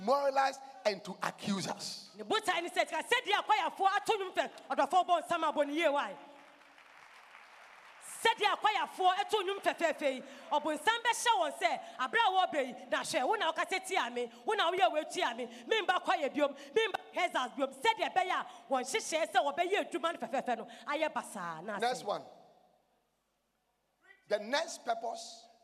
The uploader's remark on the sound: Preached at The Life Cathedral, Ofaakor-Kasoa.